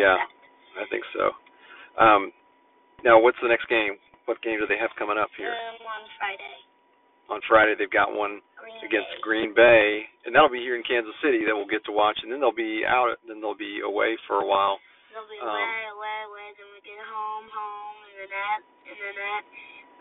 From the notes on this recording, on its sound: record from the car so excuse the poor audio quality!